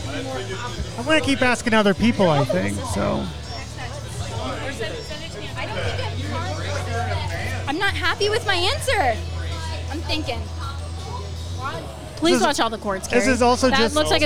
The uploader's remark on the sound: Music at Mike’s. Live from Mike's in Haughville.